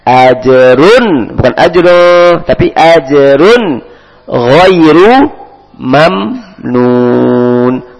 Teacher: tanwin ketemu ghoin, hukumnya apa? Izhar, dibaca jelas